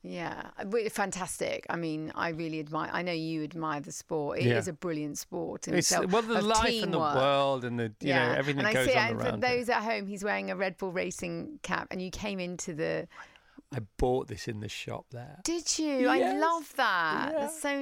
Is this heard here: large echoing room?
no